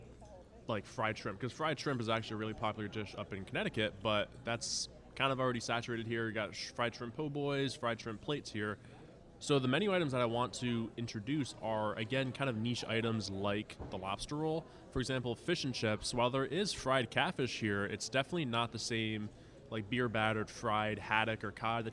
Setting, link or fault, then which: setting, busy venue